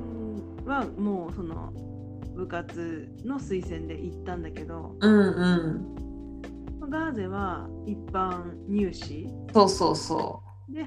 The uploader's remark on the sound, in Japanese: リモート収録で音声が聞きにくくてごめんなさい！